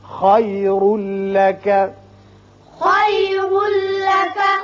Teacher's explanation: را کے اوپر دو پیش تنوین ہے، بعد میں لام ہے، یہاں ادغام بغیر غنہ ہوگا